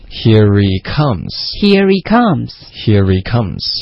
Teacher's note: Here he comes 的重音在 comes